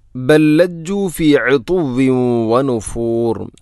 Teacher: ഒന്നാമത്തെ ലാമിന് രണ്ടാമത്തെ ലാമിലേക്ക് ഇദ്ഗാം ചെയ്യുന്നു, കൂട്ടി ലയിപ്പിച്ച് ഒതുന്നു. ബൽ ലജ്ജു ഫി ഉതുവ്വി വനുഫൂർ.